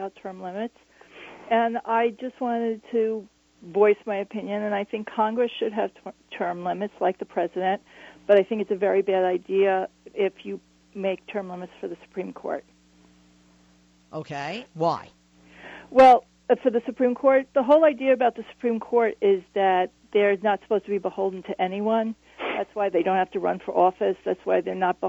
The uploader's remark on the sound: take calls to see what the audience thinks